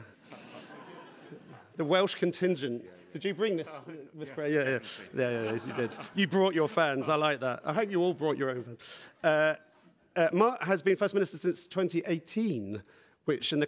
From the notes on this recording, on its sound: Panel discussion on 'Getting inequality down' at the final report conference of The Economy 2030 Inquiry.